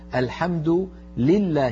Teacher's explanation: لابد من كسر اللام ولا نخلطها بسكون